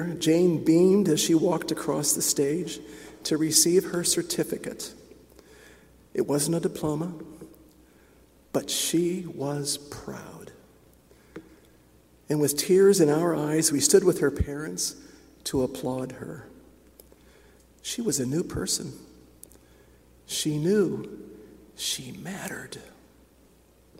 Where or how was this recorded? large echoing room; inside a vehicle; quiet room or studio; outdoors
large echoing room